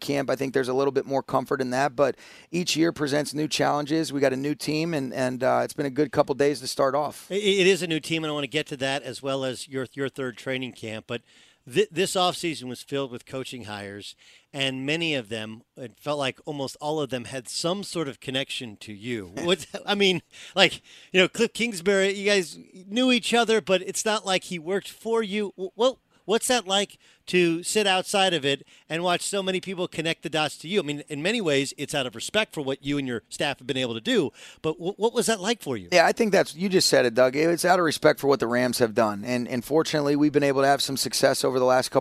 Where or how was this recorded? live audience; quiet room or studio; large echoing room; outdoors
outdoors